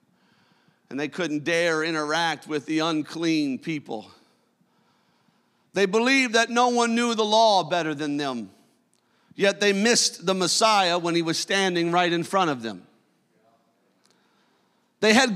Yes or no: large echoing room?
yes